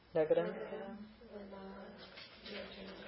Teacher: Ta followed by soft consonant goes to da.